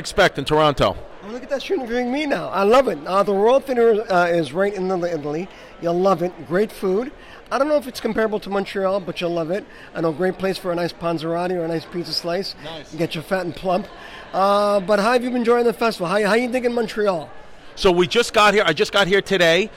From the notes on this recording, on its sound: Interviews on the red carpet. The world’s biggest comedy festival.